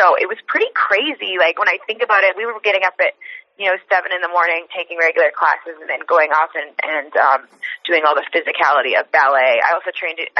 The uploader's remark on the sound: IMPACT Wrestling Teleconference.